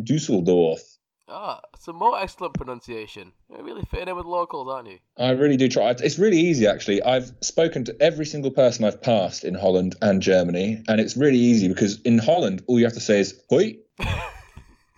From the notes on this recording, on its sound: Apologies for the poor sound quality this week, still working on the setup!